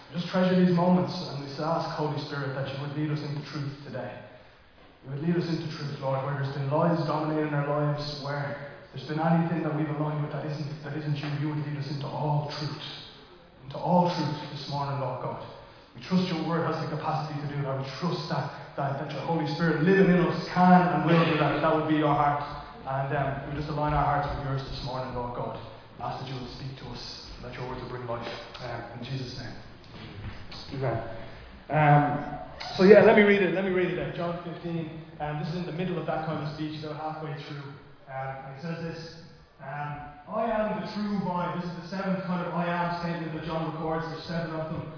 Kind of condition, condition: setting, large echoing room